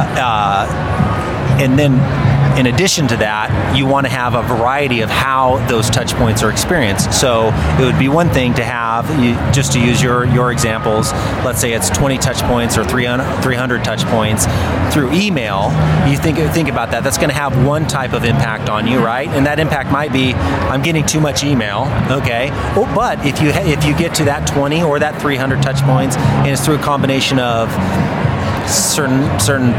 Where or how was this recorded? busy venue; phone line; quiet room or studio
busy venue